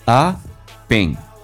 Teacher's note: up 跟 in 有一个连音， p 是辅音， i 是元音， up 跟 in 连在一起叫做什么？ a 饼，因为 p 要发成 b